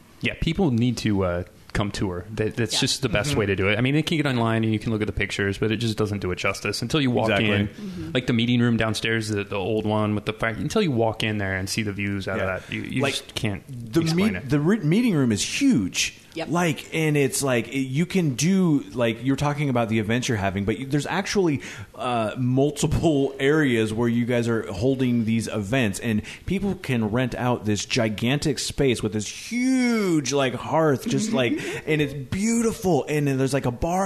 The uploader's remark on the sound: They recorded at the Union Club location. Union Club at 539 Broadway.